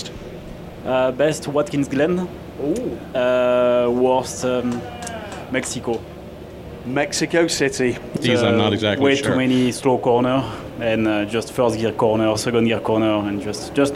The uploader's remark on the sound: It's The Week In Sports Cars Live from the crossover IMSA and WEC event at Sebring where the European and American Ford Chip Ganassi teams came together for a 30-minute podcast hosted for fans in the paddock.